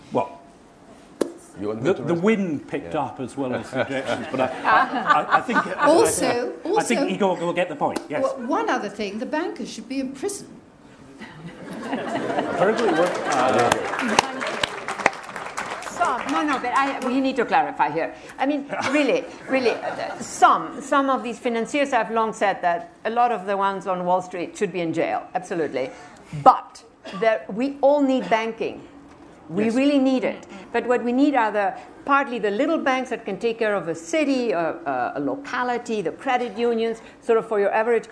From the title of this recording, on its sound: at Edinburgh International Book Festival